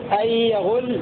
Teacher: وقرأ الباقون أن يغل بفتح الياء وضم الغين مبنيا للفاعل.